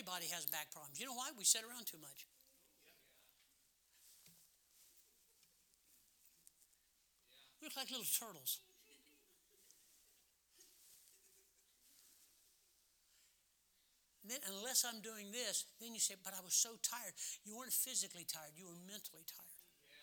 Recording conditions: large echoing room